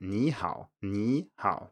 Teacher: when it's in front of another third tone, an i.e. another dipping tone, it turns into a rising tone